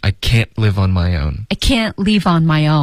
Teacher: 前面的 can 有一个干脆的停顿。对 Can. I can.如果你听得不干脆，对方就会听成 C-A-N 了。OK,这个一个干脆的停顿就是能和不能的区别了。OK,全是体会在哪里啊？停顿上。停顿一定要干脆。